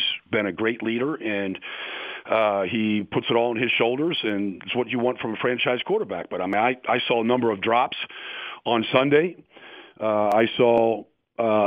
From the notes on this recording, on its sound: called in to the Ben and Skin show